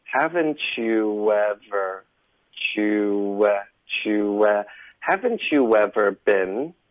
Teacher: Yeah.啊，所以他两种用法都有啊。所以这个句子的意思就是说，你难道曾经没有过什么呢？没有过什么吗？我们就用这个句子来练习，以后会这么去说口语，开启一个句子。你难道曾经没有过什么吗？好，我们来学习怎么连读。OK，好，我们开头有一个 haven'tyou，那这个 t 跟 you 连起来的时候，我们就用一个变音技巧，说的是 haven'tyou， haven'tyou，you，OK，所以这个 t you 就发 you， haven'tyou， you 后面呢嘴唇会撅起来，连读到 ever，我们就会导致一个很轻的 w 的音